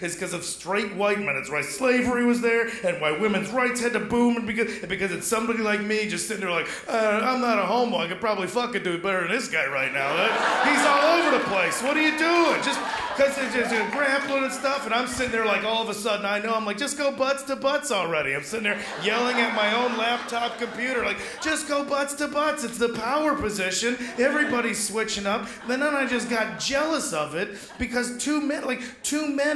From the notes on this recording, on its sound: The best and biggest performances from the 2014 Melbourne International Comedy Festival's late night club on ABC2's Comedy Up Late.